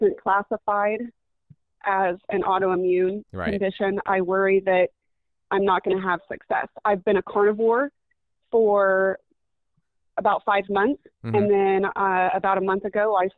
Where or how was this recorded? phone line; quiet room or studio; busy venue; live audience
phone line